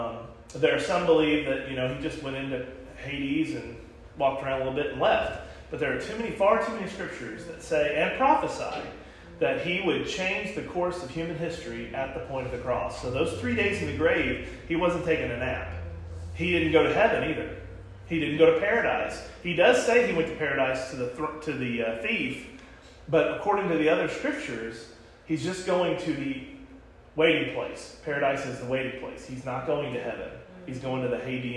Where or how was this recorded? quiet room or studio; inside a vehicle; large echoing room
large echoing room